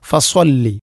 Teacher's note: സ്വാ എന്ന് ഉച്ചരിക്കുമ്പോൾ നാവിൻ്റെ മധ്യഭാഗം അണ്ണാക്കിലേക്ക് ചേർന്ന് വരുന്ന രൂപത്തിലാവണം